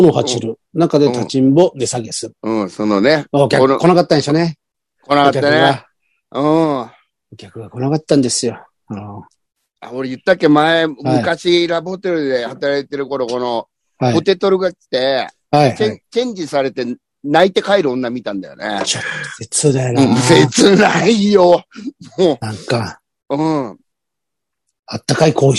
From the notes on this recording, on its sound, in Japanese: ZOOMで収録。